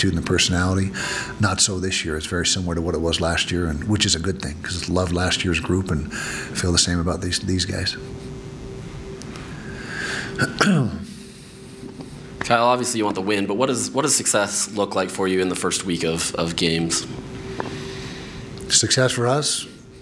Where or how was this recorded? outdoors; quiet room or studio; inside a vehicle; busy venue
busy venue